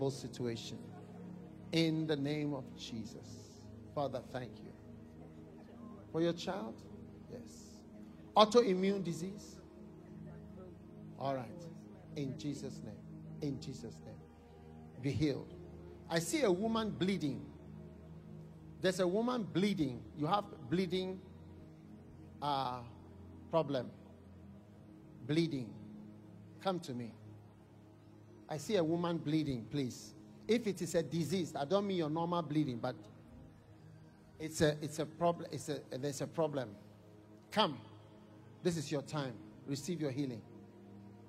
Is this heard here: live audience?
yes